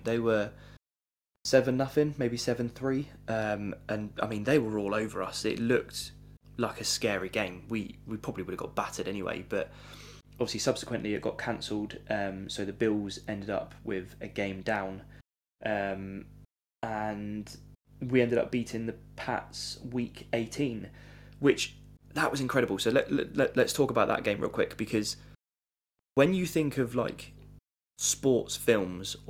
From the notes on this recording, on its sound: I will sort my microphone! Sorry for low hum and cutting out.